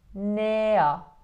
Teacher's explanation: Háčko vůbec nečtu. A pak tam mám tu koncovku R, která se čte jako otevřený A. · otevřený éčko, hodně otevřená pusa a čelist jde dopředu. Háčko vůbec nečtu.